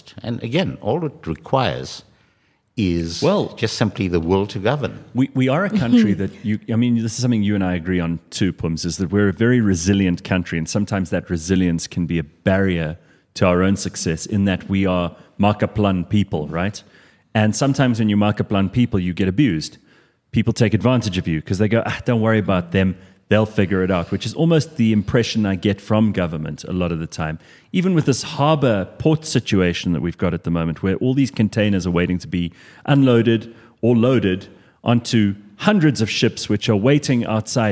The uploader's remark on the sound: With a live audience at a special CliffCentral event.